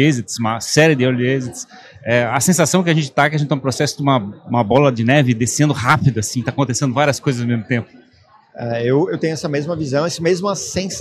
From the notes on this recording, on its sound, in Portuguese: Este episódio é parte de uma série "pocket" gravada durante o Startup Summit 2023.